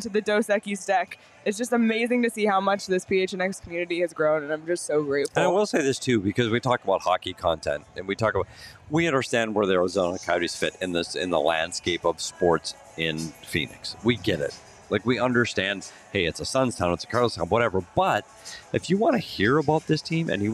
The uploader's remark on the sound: live from The Lola at Westgate